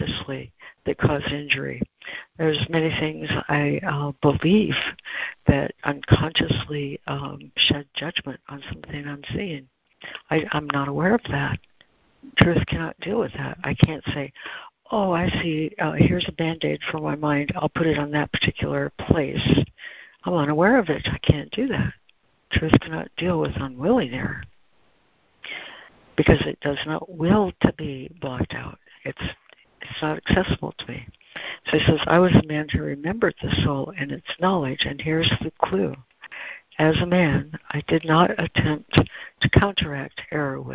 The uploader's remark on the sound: ACIM Daily Conference Call